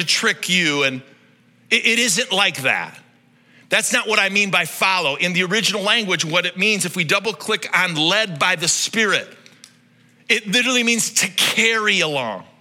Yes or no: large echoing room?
yes